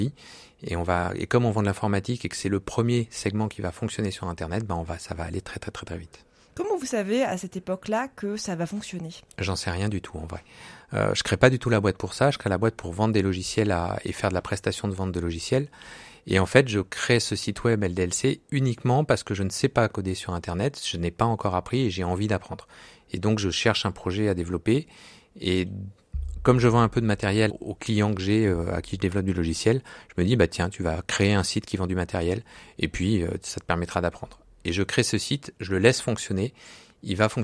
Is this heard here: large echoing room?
no